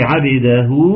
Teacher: تقلقل الباء وتقولي عبده